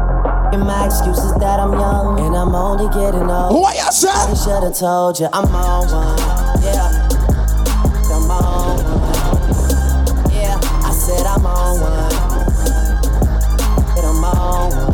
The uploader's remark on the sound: CARIBBEAN VIBES BOAT RIDE LIVE AUDIO